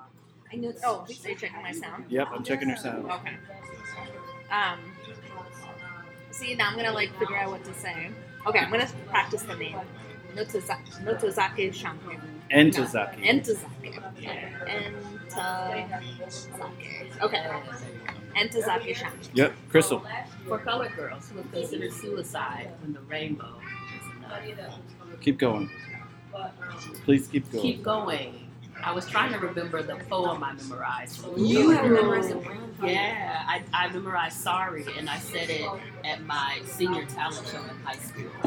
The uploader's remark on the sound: This time we took it all back home to a quiet place. Listen all the way to the end for the added treat of a sweet outtake from our first recording effort at Heritage.